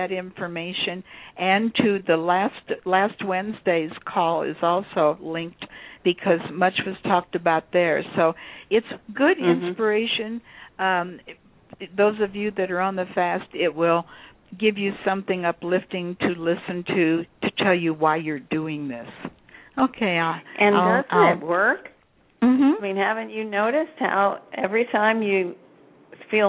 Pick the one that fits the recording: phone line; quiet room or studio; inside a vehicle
phone line